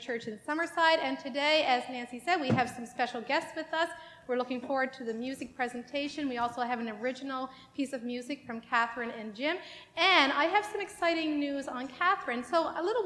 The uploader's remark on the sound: Live worship service